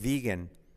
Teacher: Como una F así. Pero activando las cuerdas.